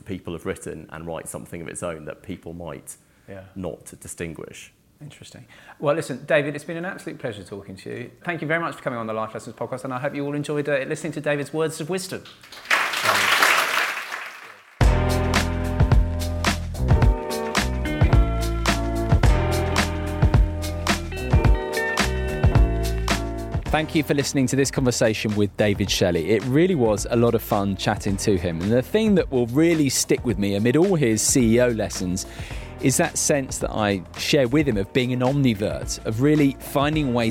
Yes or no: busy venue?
yes